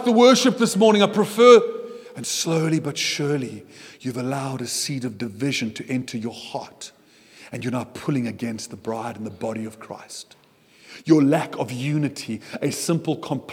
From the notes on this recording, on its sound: at Joshua Generation Church Milnerton congregation